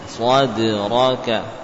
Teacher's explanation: Tebal, ra tebal, dal tipis di antara dua huruf tebal.